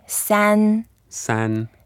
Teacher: It's the first tone. Okay. Again, keep it flat.